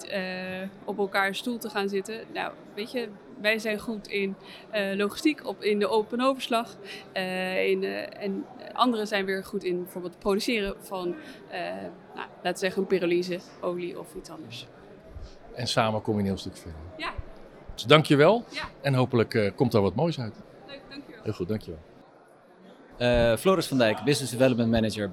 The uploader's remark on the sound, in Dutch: Bij het iTanks Waterstof010 Café op 14 april 2023